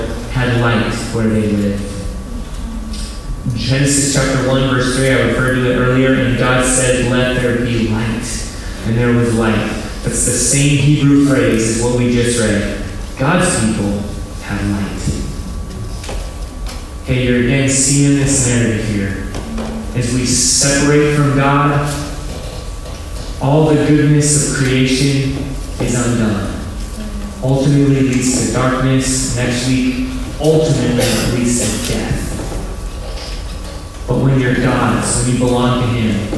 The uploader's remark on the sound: low-quality audio